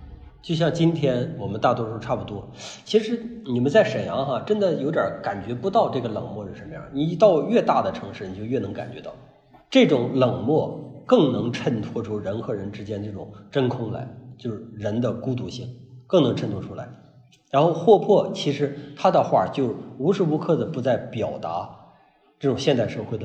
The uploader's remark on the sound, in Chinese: 讲座录音